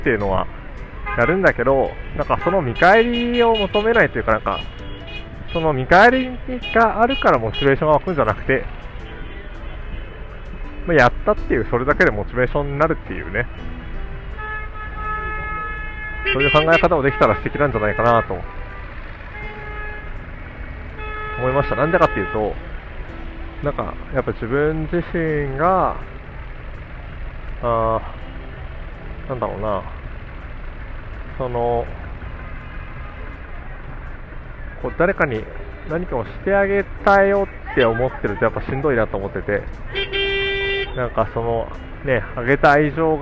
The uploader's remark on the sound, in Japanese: カイロの街を歩きながら。